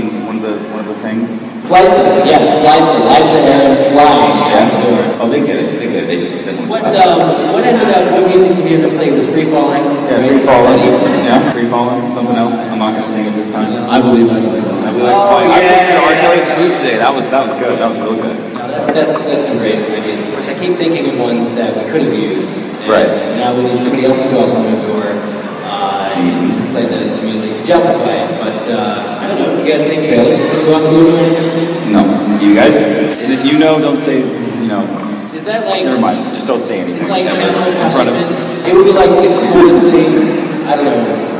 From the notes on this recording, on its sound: LIVE in Indianapolis. In front of the show’s first ever live audience.